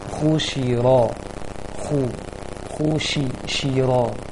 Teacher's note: Kemudian pengucapan huruf shi kurang anginnya. Desakan lagi, besarkan anginnya. Khushiro khushi shiro, hingga kuat anginnya shiro.